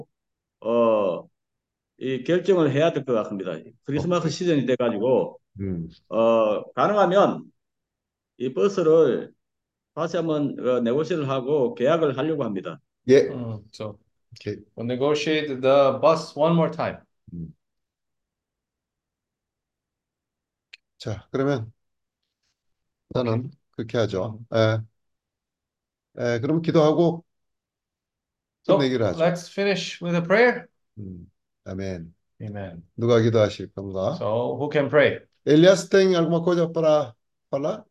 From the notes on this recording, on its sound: Zoom meeting.